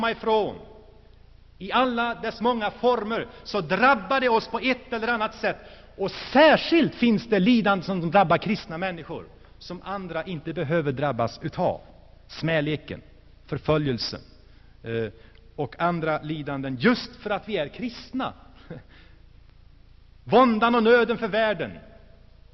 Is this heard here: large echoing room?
yes